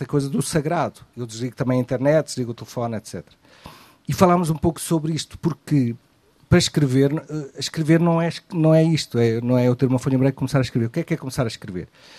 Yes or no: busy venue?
yes